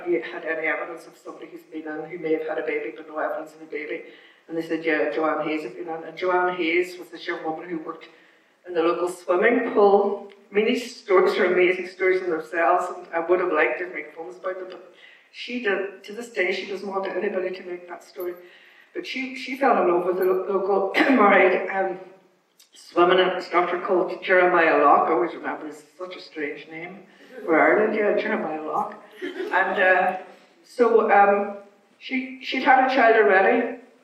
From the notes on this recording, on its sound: It's the Q&A from our screening of HUSH A BYE BABY.